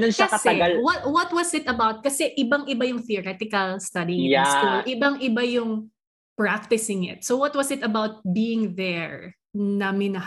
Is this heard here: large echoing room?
no